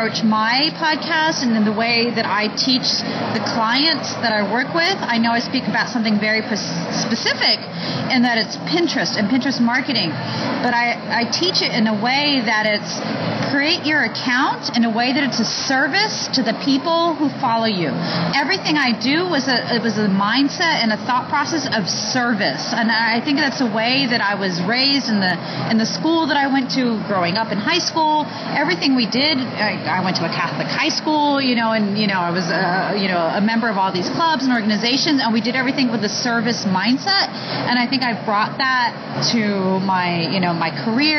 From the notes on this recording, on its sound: This is the next in the series of the Inside Hispanicize podcasts I recorded during Hispanicize 2015. These are a compilation of hallway conversations, short interviews and even short clip from one of the sessions.